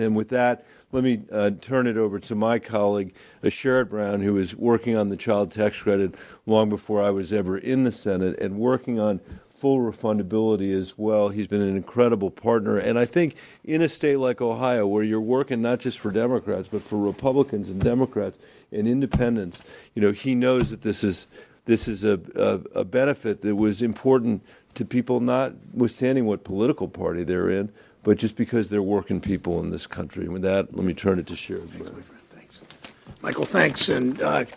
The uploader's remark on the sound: Full Press Conference.